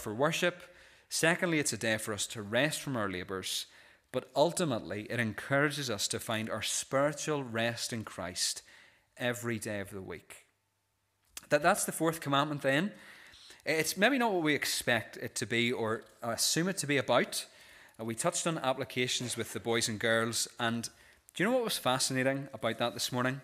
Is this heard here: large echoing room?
yes